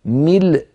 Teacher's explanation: فينطق اللام وبعد نطق اللام يقفل الوترين الصوتيين فتخرج الهمزة الساكنة